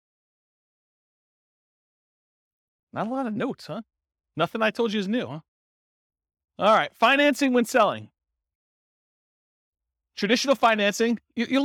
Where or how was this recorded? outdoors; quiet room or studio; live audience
live audience